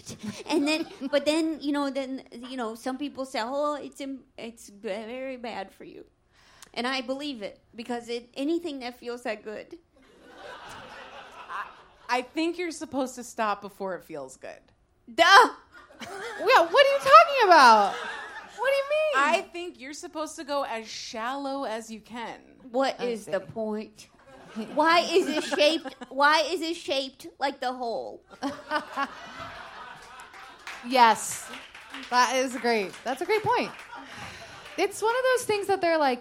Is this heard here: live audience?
yes